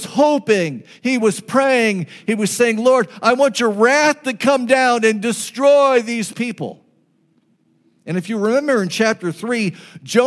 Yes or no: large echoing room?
yes